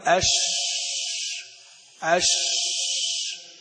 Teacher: انتشار الريح بين اللسان والحنك عند النطق بالشين، حتى بعضهم قال حتى يتصل بمخرج الضاء المشالة، يعني يقول أش أش، الصوت هذا ش، الهواء اللي يطلع مع الشين هذا هو التفشي، انتشار الريح أو الهواء عند النطق بحرف الشين أش.